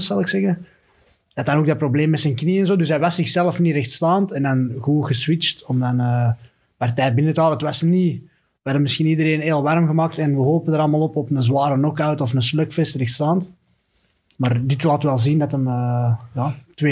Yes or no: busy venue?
no